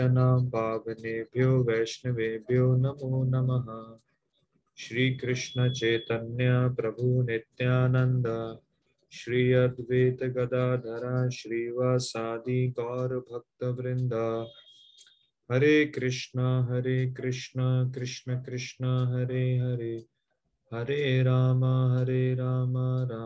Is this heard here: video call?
yes